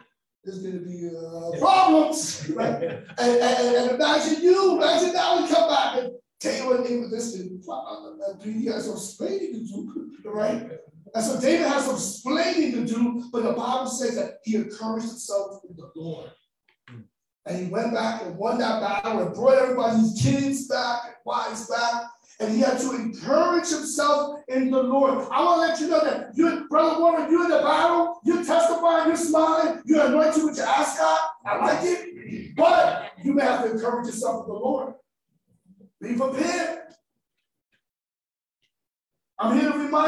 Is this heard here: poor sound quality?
yes